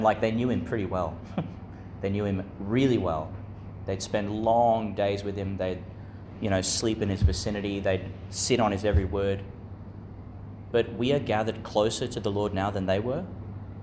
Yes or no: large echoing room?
yes